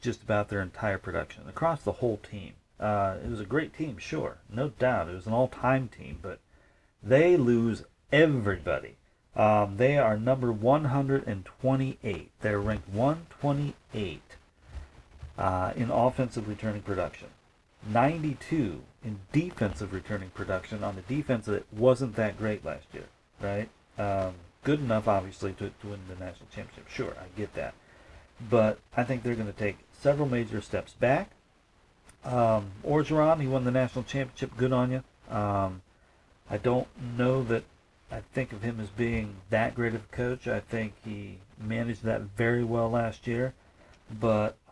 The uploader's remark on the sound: The sound kinda blows. That is why the sound is, as stated on Beavis and Butthead....Raw and Vital.